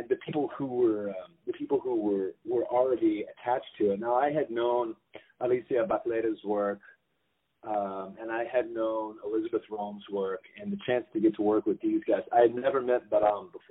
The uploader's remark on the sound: On the phone